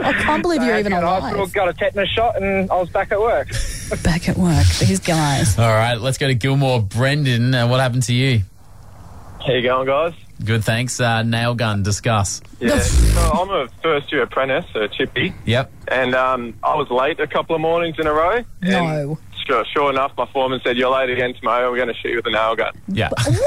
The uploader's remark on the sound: phones another florist